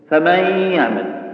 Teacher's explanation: أذهبنا مخرج النون وأبقينا صفتها وشو؟ الغنة